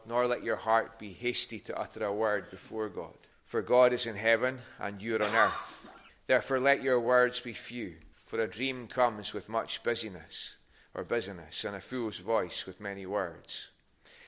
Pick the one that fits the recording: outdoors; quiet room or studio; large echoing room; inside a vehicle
large echoing room